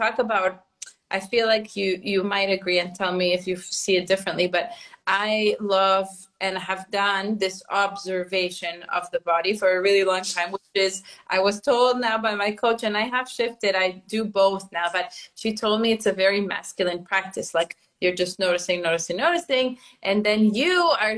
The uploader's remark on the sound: This episode is an IG Live turned into Podcast.